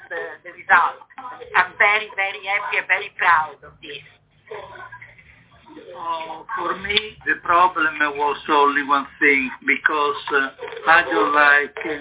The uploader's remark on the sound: phoned in directly from Rome earlier this week